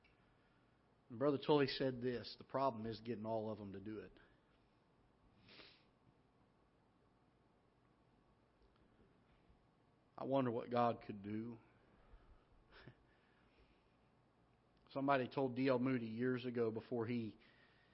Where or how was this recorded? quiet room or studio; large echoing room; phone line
large echoing room